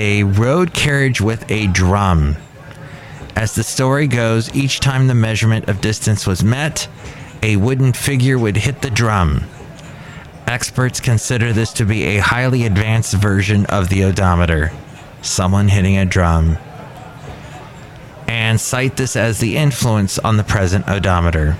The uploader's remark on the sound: podcasts live from Café Anyway